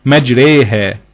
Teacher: وخد بالك احنا بقولش مجريها، لا دي كده ياء كاملة. أنا بقول حالة بين الفتح وبين الياء، حالة بين الألف وبين الياء · Term: إمالة